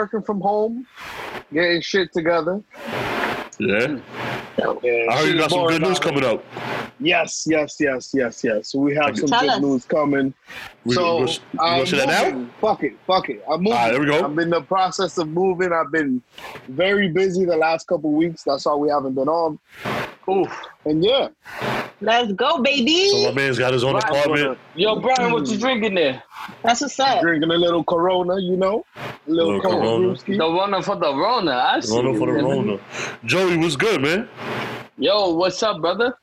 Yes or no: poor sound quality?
yes